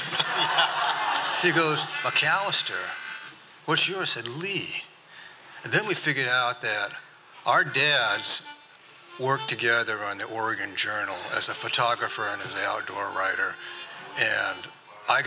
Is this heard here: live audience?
yes